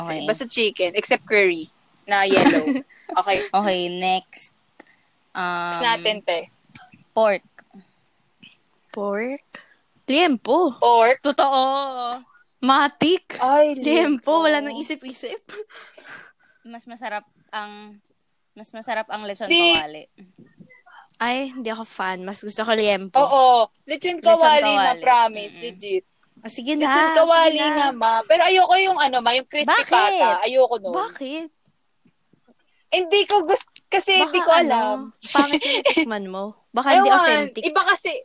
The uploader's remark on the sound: experience an INSANE amount of technical difficulties